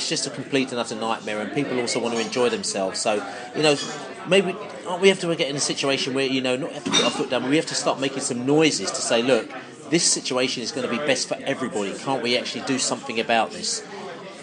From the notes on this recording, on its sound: Post Norwich match - fan discussion in the pub. Norwich discussion with Beesotted crew in the pub. Brentford fans forum discussion.